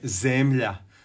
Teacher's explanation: to je kratko uzlazni, to je sporije, slabiji intenzitet i uzlazna intonacija, odnosno kombinacija silazne i uzlazne.